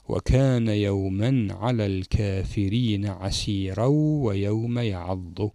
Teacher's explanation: ولكن عندما نكمل هذه الآية ونوصلها بما بعدها، فهنا سنلفظ التنوين، وفي هذه الحالة إذا لفظنا التنوين لا يمد حرف الألف، لأن التنوين يقطع صوت حرف المد